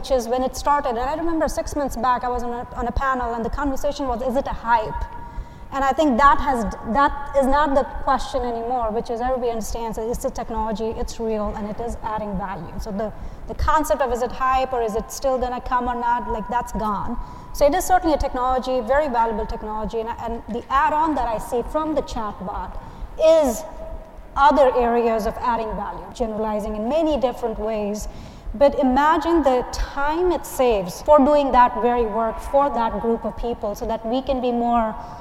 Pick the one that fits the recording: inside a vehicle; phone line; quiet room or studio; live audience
live audience